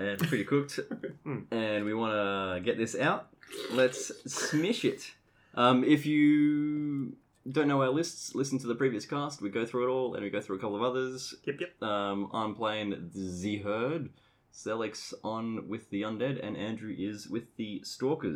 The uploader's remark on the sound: Aussie Cok 2024, Day 1! Audio quality will drop, and profane exclamations will be in abundance.